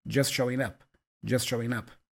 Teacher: the T for just is not really there. It's a stop consonant, just. And then the G for showing is also kind of not voiced.